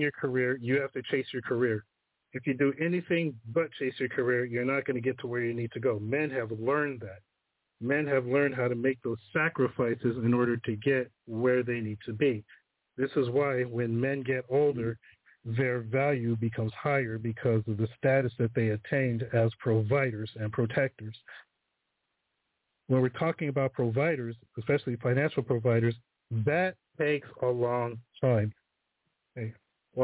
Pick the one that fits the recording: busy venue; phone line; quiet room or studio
phone line